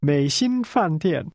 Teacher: That's a falling, rising tone, a high-level tone, and two falling tones.